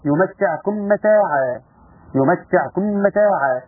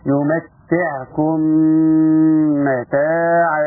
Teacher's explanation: نقول له ما كملتش الغنة الغنة زمانها حركتين · Shown in: second take · يمتع كم متاعا يبقى هنا كان ايه كان لها الحركتين بتاعتها.